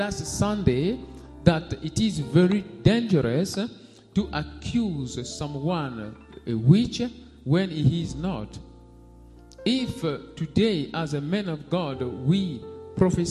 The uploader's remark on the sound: SUNDAY LIVE SERVICE